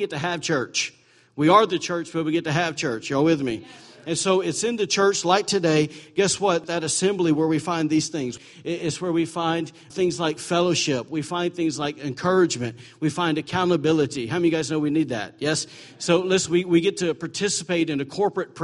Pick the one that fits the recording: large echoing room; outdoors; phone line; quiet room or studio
large echoing room